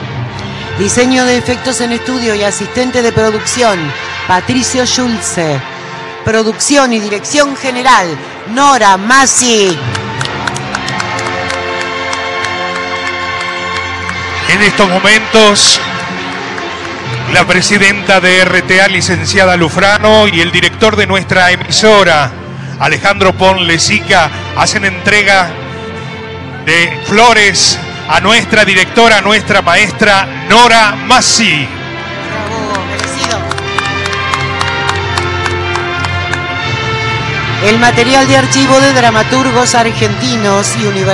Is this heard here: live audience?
yes